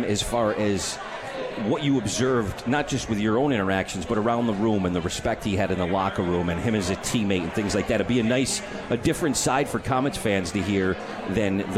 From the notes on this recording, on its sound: on KROCK at the 72 Tavern & Grill